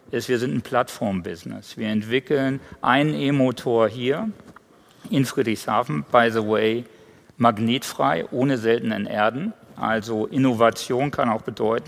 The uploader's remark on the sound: Bodensee Youth Conference. Keynote des baden-württembergischen Finanzministers mit anschließender Diskussion und Publikumstalk. Took questions from the audience. Produktion: Zeppelin Universität in Zusammenarbeit mit ZF.